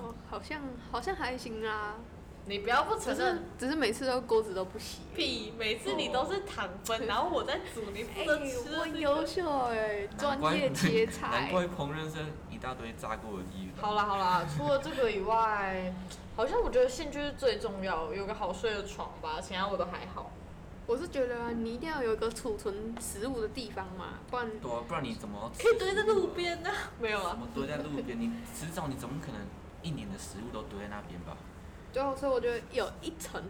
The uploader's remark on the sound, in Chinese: 本集為我們第二次錄音(風聲有點大)。